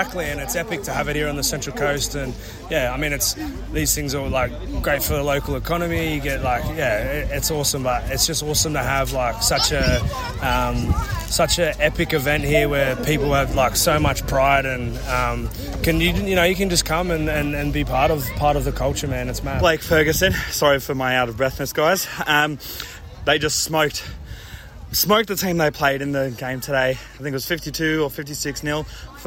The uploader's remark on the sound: we went on location to the 2023 Koori Knockout